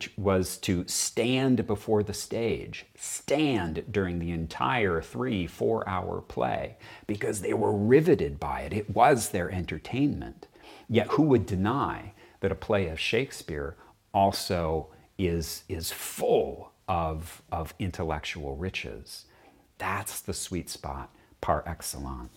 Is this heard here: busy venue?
no